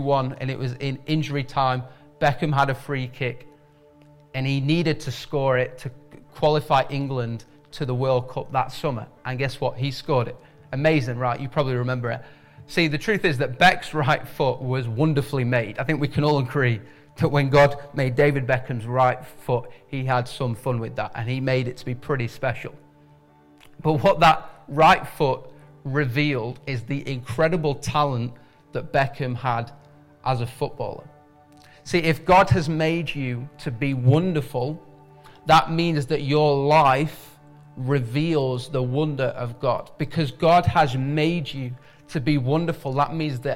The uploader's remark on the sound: IKON Church. Recorded at the Chesterfield Campus this is the message from the service broadcast.